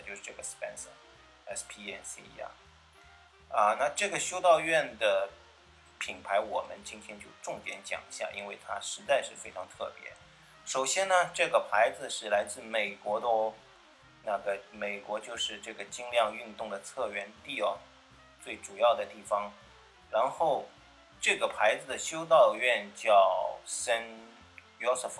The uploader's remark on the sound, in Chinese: 这次用了AU录音感觉有些杂音，见谅